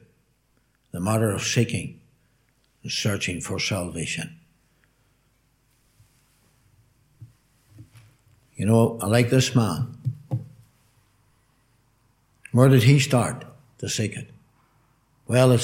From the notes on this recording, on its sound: Gospel Audio from Ballyclare Gospel Hall